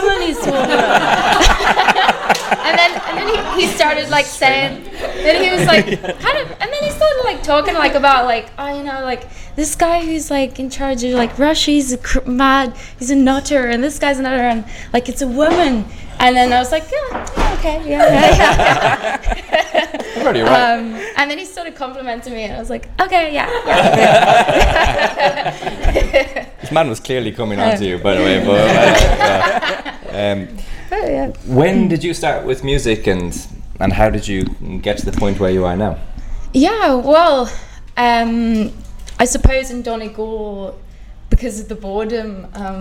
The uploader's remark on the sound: We run these live events on a monthly basis. It’s a lovely warm atmosphere. Here’s our live recording.